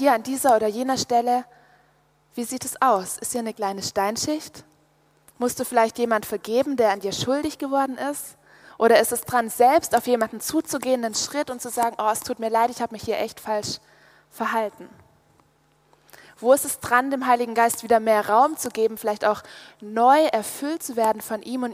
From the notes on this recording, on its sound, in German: aus dem Gottesdienst beim Youth Prayer Congress (YouPC)